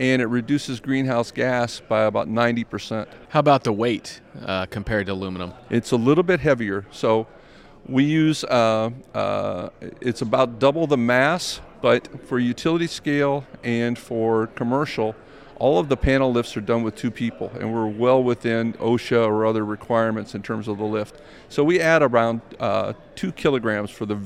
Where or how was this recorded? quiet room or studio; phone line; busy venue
busy venue